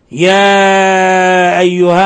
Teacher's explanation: يا أيها مد منفصل يمد من 4 إلى 5 حركات